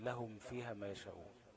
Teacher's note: مثال الصغير اللي فيه اظهار زي لهم فيها ما يشاءون، الميم ساكنة بعدها فاء ومتجانسين، الميم والفاء مخرجهم من الشفتين